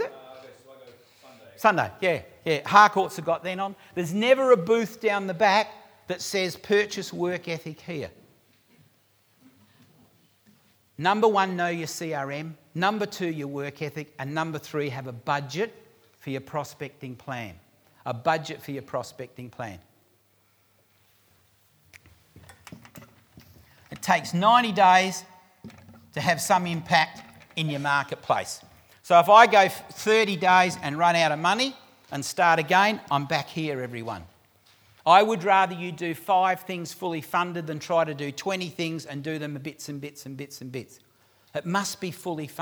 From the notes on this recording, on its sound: recorded live at REBar Camp 2018